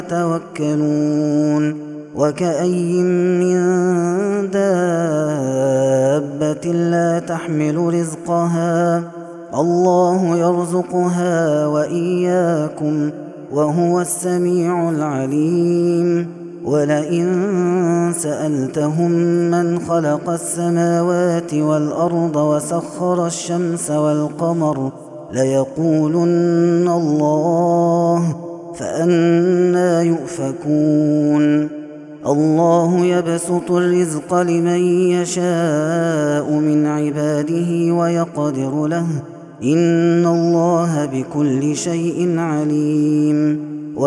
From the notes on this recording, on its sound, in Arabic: هذا التسجيل من صلاة التراويح